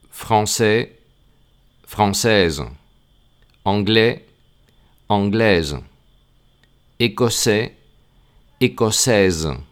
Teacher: Entonces, en el femenino de esas nacionalidades, esa S tiene que sonar muy claramente y además no suena como en español, sino que es una S sonora. Es una S que se parece a un mosquito.